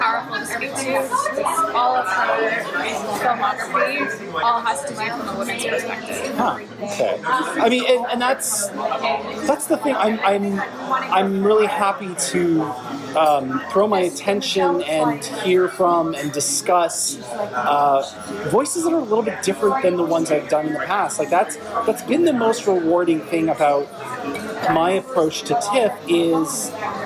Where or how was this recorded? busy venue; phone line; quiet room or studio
busy venue